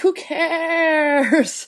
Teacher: I love that you just did intentional vocal fry.